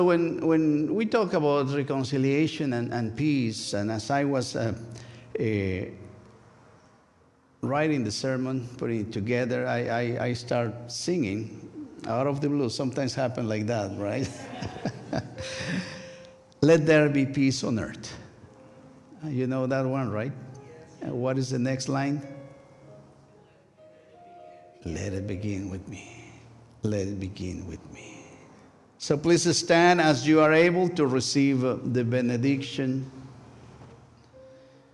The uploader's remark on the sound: A special recorded live service. First United Methodist Church of Pacoima. We are located at 12550 Van Nuys Blvd.